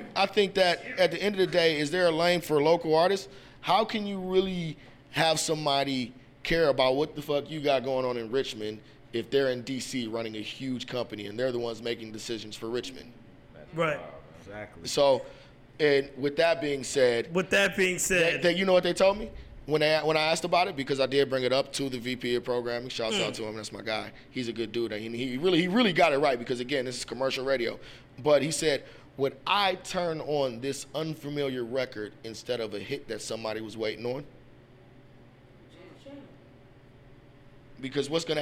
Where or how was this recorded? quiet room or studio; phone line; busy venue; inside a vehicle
busy venue